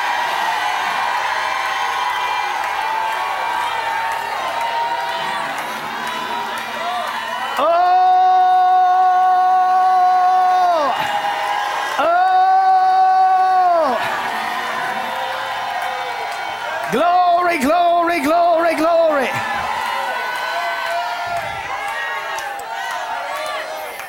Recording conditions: live audience